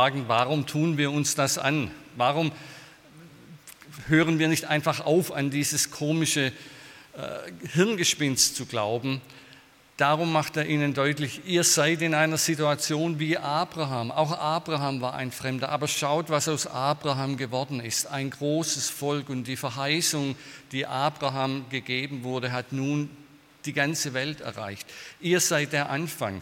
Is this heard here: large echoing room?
yes